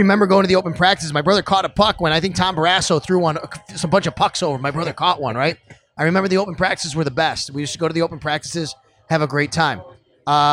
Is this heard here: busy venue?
yes